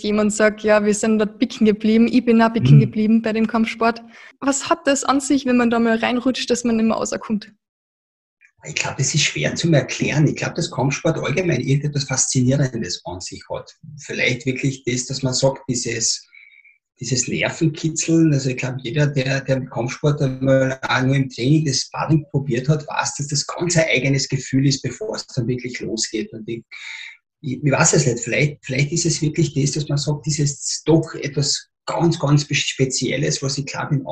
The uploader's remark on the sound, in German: Im Zoom-Interview